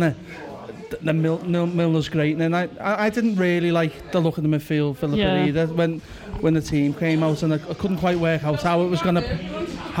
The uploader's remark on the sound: This is a 5 minutes taster from our very lively Post Match Show recorded immediately after the game at Anfield.